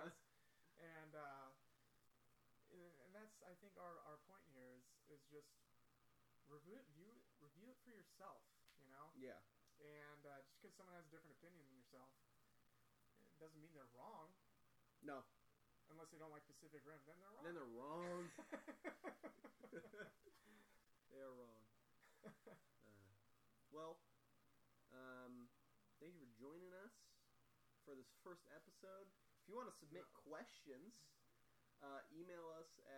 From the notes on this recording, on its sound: Sorry about the low audio